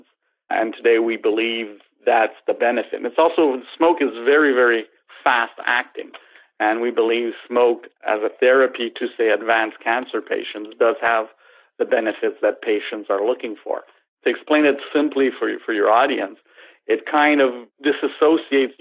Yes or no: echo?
no